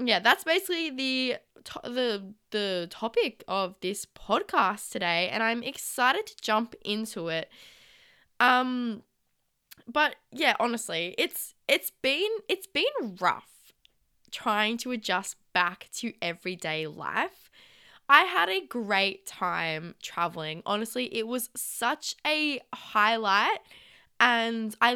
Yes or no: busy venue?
no